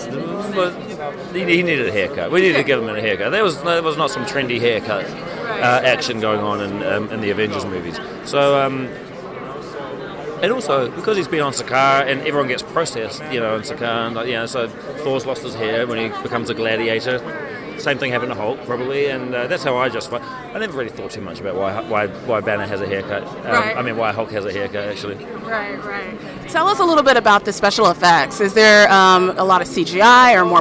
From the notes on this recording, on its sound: At San Diego Comic Con, we had the opportunity to chat with the following talent